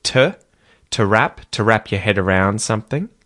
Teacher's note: To at the start gets de-emphasized and we use a schwa vowel sound instead of the oo vowel sound.